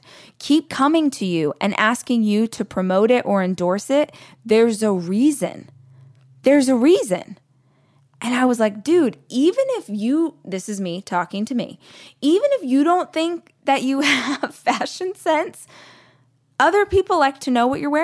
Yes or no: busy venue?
no